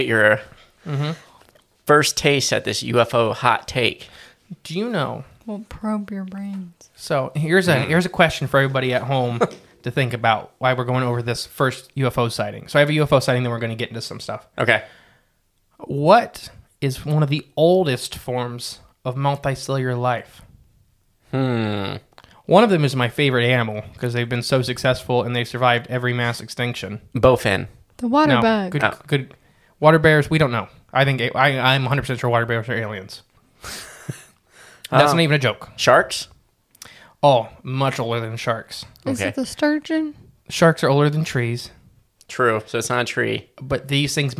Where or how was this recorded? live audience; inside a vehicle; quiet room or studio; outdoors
quiet room or studio